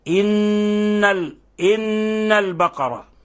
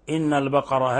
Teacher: النون حرف غن مشدد، يغن مقدار حركتين · Shown in: first take